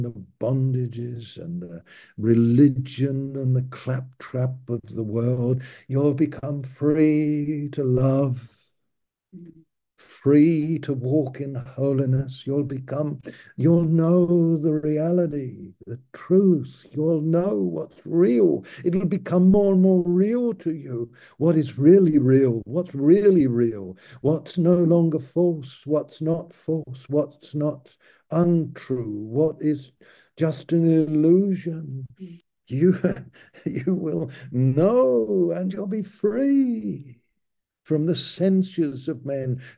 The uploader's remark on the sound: Malaysia Meets (Zoom)